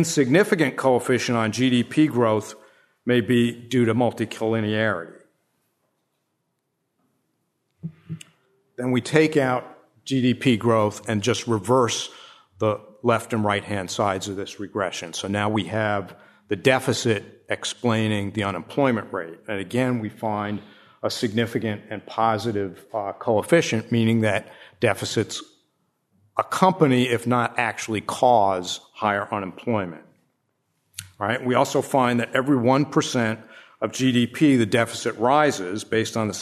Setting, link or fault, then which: setting, live audience